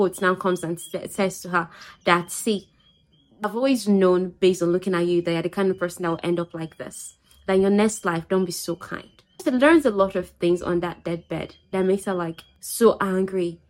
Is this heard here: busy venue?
no